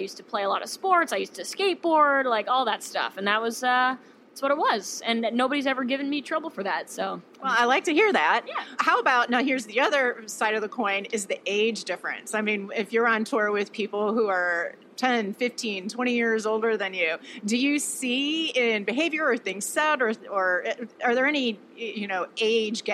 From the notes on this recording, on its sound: Hosting this backstage chat on the Tito’s Tour Bus at the Hogs for the Cause festival in New Orleans. Special thanks to Tito’s Handmade Vodka for hosting this backstage chat on the Tito’s Tour Bus at the Hogs for the Cause festival in New Orleans.